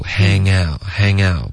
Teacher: Hang out,不要顶舌尖,okay,这是一个后鼻音的连读。